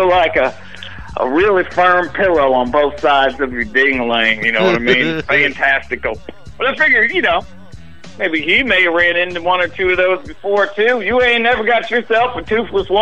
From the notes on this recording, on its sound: Phone call. The morning show on STLR Media on TUNEIN app.